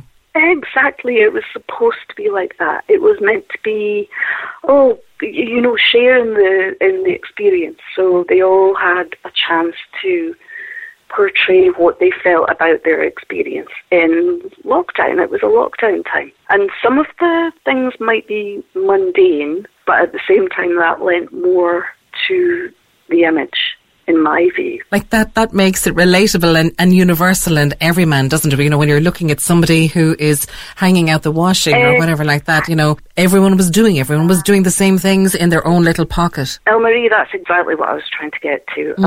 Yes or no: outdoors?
no